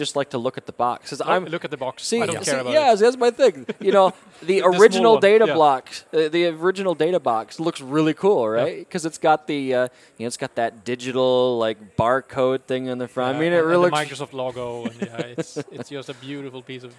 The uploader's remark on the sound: recorded at Microsoft Ignite in Orlando